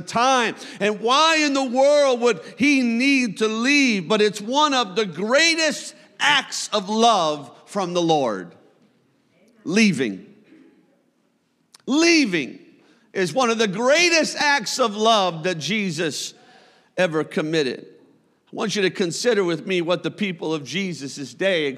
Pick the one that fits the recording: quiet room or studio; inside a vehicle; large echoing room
large echoing room